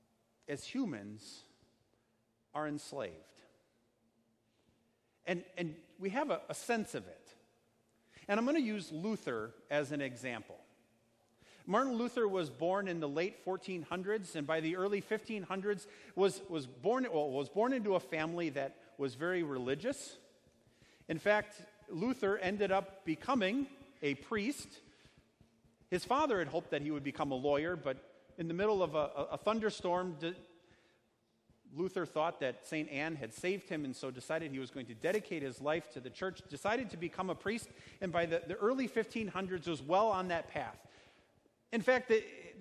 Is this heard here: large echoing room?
yes